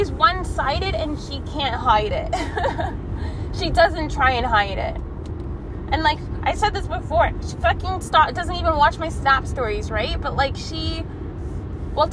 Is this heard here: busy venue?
no